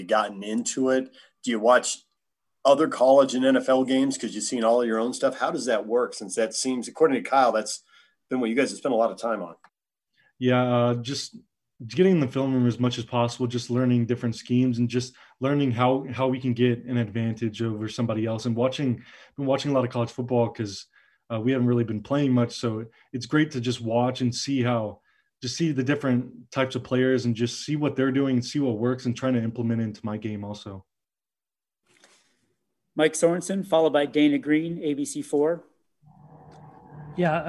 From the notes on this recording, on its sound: Talked to the media via Zoom conference.